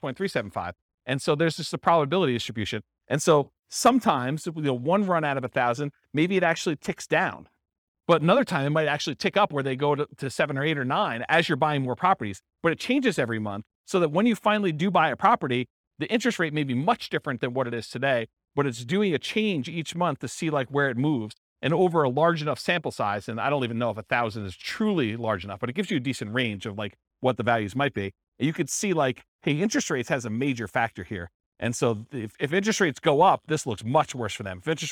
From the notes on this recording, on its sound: This was a live class recorded